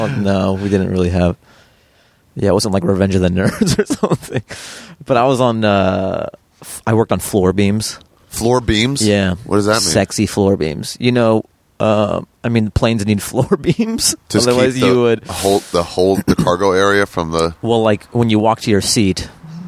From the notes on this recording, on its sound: we sat outside